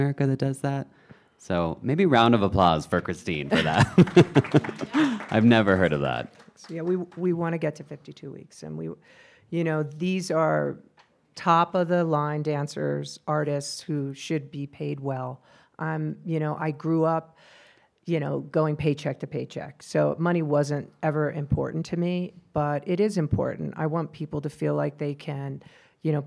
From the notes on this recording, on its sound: LIVE from the Vail Dance Festival. This episode was recorded live on August 4th, 2023 at the Manor Vail Lodge.